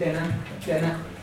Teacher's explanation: In Connemara they use a single N, they say dinna, dinna.